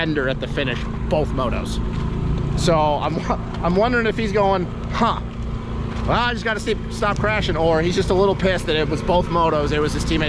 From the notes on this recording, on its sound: Live from Redbud post race. We walk around the pits after the race and talk to who we can talk.